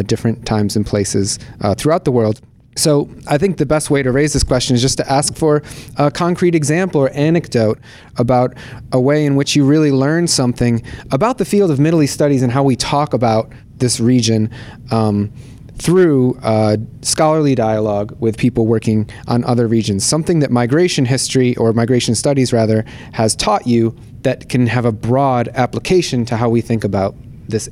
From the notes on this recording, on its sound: Cross-Disciplinary Roundtable. Recording Location: 2019 MESA Annual Meeting, New Orleans.